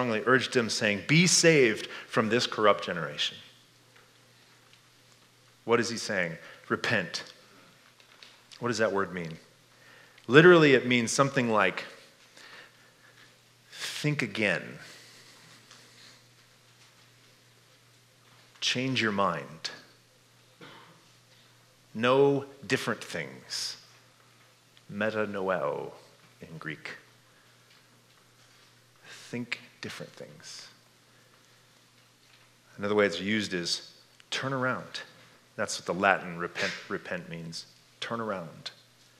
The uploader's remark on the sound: This message was given at Fall Conference 2022. Stonebrook Community Church in Ames, IA.